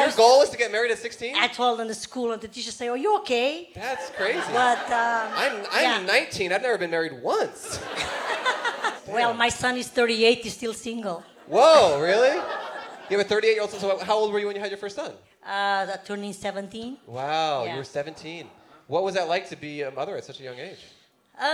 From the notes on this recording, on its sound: Toronto LIVE. In Toronto, Canada.